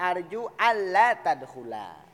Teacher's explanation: Alla karena nun ketemu dengan lam idgham, nun dengan lam kan satu makhraj. Jadi anla tidak dibaca anla, tapi alla digabung.